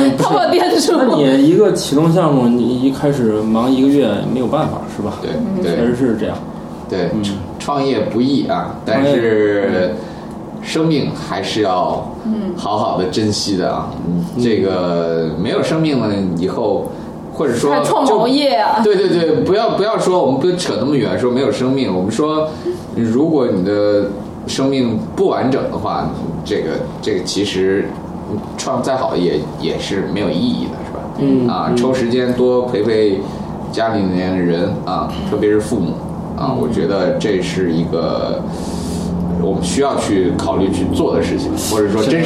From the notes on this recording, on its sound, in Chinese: 本期节目为在张大妈办公区用录音笔录制，可能有街道上的杂音，请见谅。